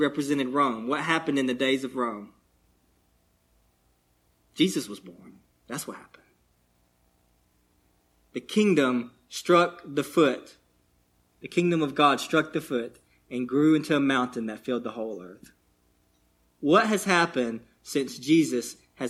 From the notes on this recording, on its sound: delivered on 5/15/22, at Cottondale Baptist Church in Eastman, GA.